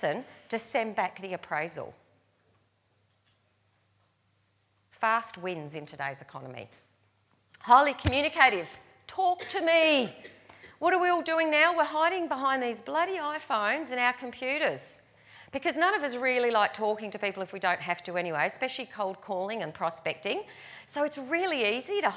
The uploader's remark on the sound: recorded live at REBar Camp 2018